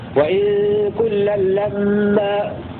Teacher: روى شعبة بتخفيف النون وتشديد الميم وإن كلا لما